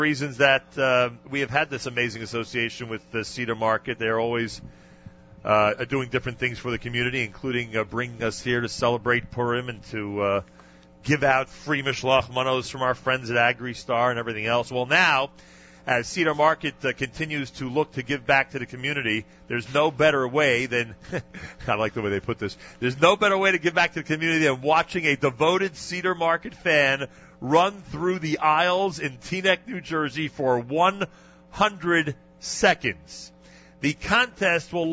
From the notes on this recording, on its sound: Live Remote Alert! JM in the AM live from Cedar Market in Teaneck, NJ. Presented an amazing Bergen County pre-Purim celebration live at Cedar Market in Teanack, NJ this morning.